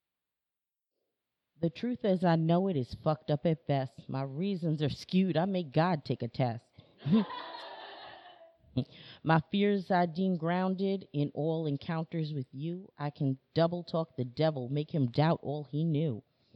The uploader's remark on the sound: Our August 3rd 2019 live show